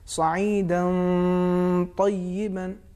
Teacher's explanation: تنوین کے بعد حرف طا آ رہا ہے، لہٰذا تنوین کو بھی ہم تفخیم سے ادا کریں گے، اس کا انداز یہ ہوگا، دیکھیں سعیدن طیبن، یہ انداز